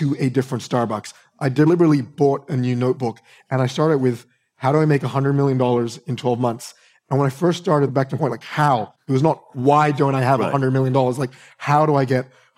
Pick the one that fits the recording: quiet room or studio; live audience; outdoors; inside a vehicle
live audience